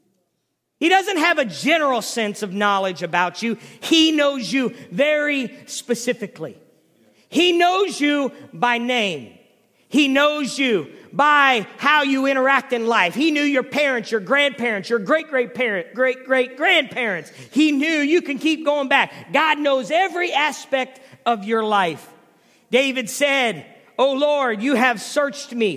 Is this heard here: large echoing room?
yes